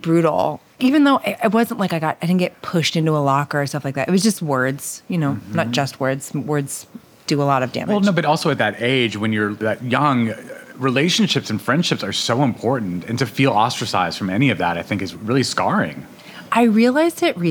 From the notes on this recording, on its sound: This episode of Dinner's On Me was recorded at K'Far in Williamsburg, Brooklyn.